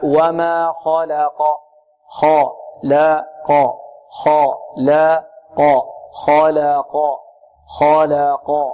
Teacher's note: البعض يبالغ في ترقيق اللام حتى تقلل الفتحة